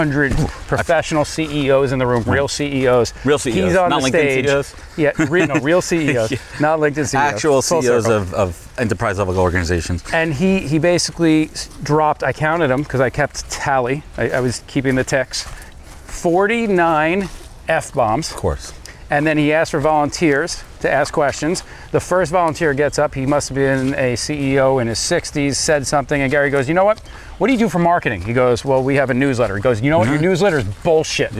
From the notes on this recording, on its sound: I can honestly say that this was my first ever podcast that was recorded while on a 4-mile hike. Hiking a moderate trail on the North Shore of Long Island.